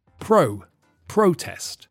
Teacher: in the noun, the stress is on the first syllable, so the vowel sound is strong